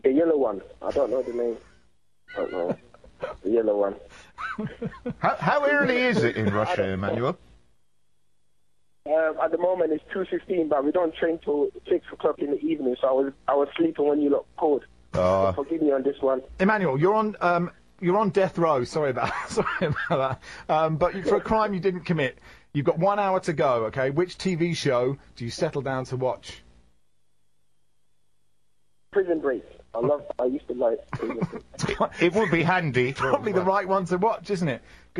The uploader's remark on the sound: a few funny call in's!